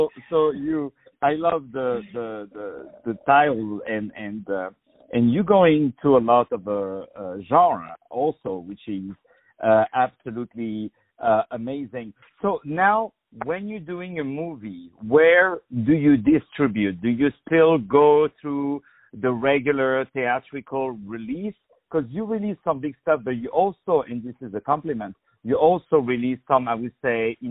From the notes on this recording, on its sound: On the phone